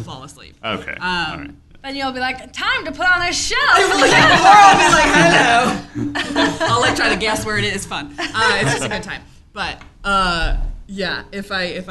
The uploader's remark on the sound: Live from Astoria Coffee. With a live show for Mental Health Awareness Week.